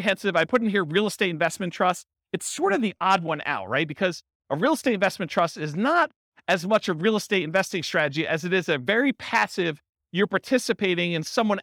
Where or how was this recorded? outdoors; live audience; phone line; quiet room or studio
live audience